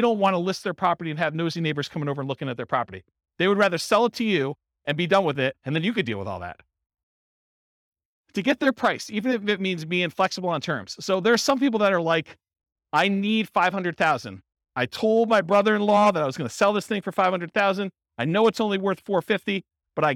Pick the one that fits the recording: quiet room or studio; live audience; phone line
live audience